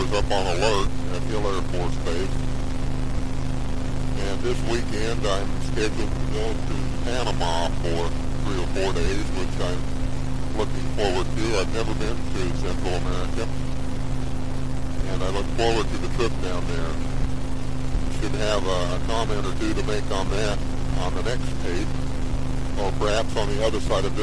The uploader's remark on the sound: CGA Journal - Driving to Work.